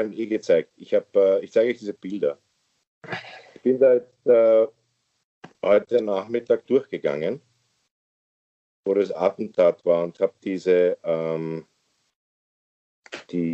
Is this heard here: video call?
yes